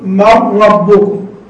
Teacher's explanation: وانتبه في الإدغام عموما أن تفكه في البعض يأتي بالإدغام يعني ما يأتي به محكما فيأتي مفكوك يعني لا يأتي إدغاما تقول ما رب لا تأتي بأي شيء من النون لأن هذا إدغام كامل تذهب النون وصفتها تذهب النون وصفتها لا يبقى منها شيء. قال لا بغنة.